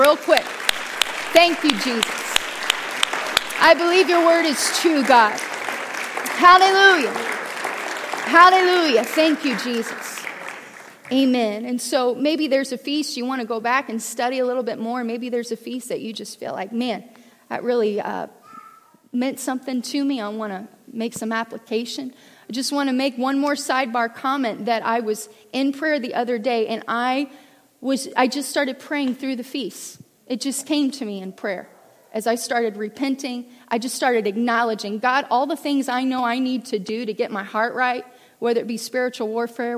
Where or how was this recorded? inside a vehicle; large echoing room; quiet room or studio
large echoing room